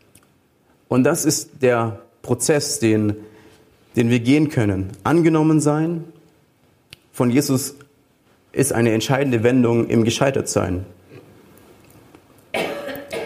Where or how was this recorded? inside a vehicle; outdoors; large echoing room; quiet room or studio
large echoing room